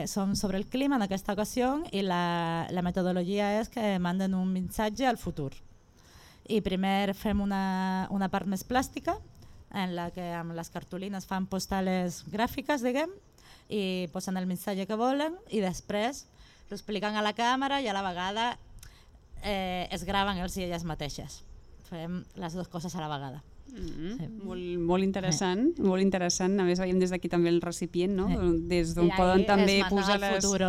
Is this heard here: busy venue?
yes